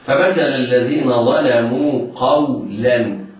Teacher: ظلموا الظاء مفخمة بعدها اللام يجب ترقيقها